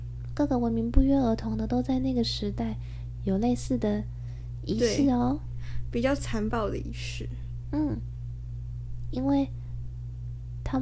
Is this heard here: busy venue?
no